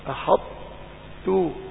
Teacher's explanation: ولكن بعضهم ينطق الأولى مستعلية مفخم، ينطق الأولى مفخمة والثانية مرققة، يقول أحط تو، هذه الأولى مفخمة والثانية مرققة، فهو لم ينطق إلا تاء.